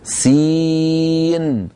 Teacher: نطقت سين مكسورة، بعدها ياء ساكنة، بعدها نون ساكنة · Term: حرف مد